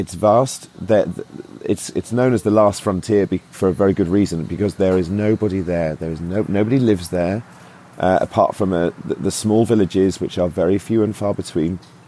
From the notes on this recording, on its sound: Quick and dirty, recorded from Fairbanks (Alaska), Whitehorse, (Yukon) and Seattle Airport.